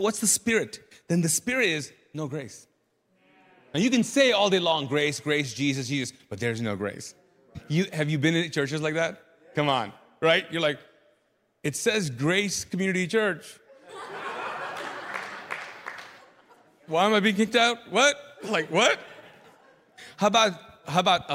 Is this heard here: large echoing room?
yes